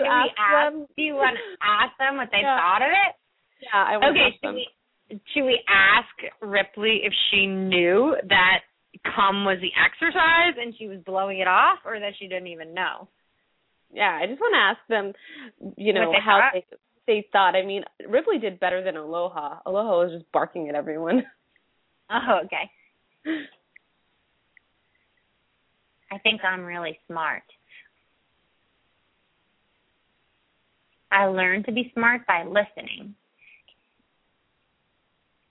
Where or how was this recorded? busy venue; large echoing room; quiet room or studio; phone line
phone line